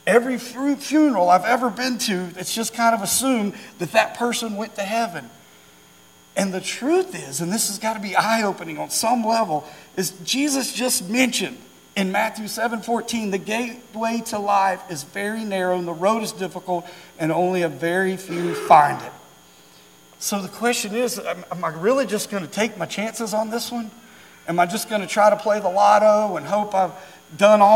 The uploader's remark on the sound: During our Wednesday night Live service.